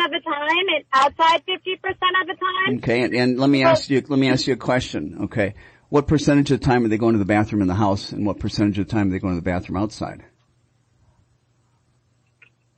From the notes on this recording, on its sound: Listener Q & A from live callers and FaceBook Live.